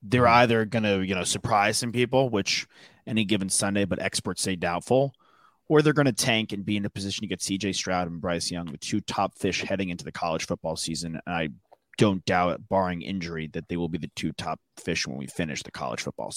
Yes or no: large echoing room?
no